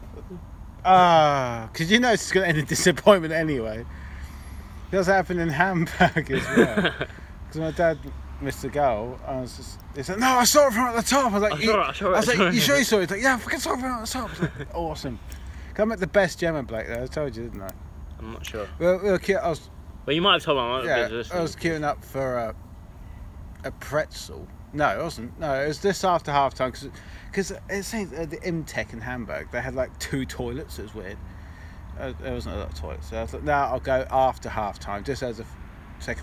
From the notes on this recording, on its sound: Recorded at the wavendon arms in Milton Keynes.